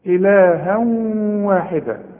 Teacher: اذا وصلت يبقى في عندك الواو، والواو إلها واحدة، الواو من حروف الإدغام، يبقى حدغم وغن، وكأن الواو عليها شدة